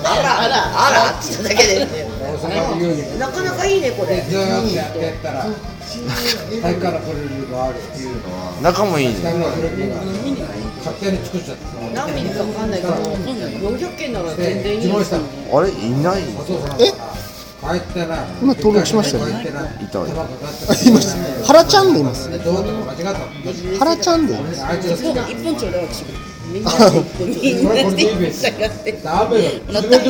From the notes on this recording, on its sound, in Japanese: スナック収録。遠別の愉快なセンパイたちとの爆笑トークを隠し録り。